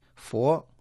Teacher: Фо – «Будда», произносится во втором тоне.